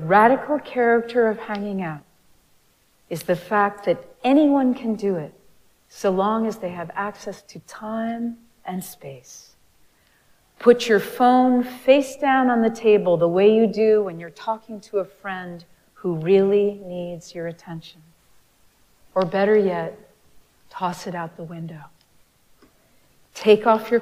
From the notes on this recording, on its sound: Recorded live at Arlington Street Church